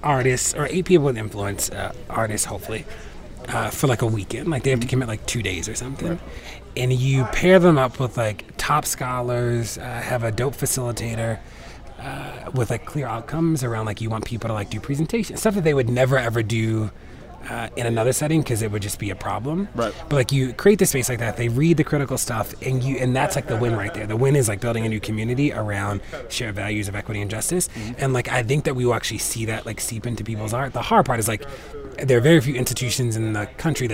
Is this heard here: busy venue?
yes